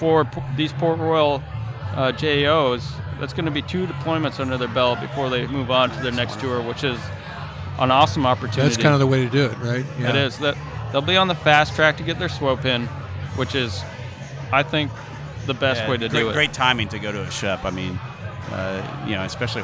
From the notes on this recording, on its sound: Live from USNA's Ship Selection Night. All the action live from the Naval Academy's Ship Selection Night.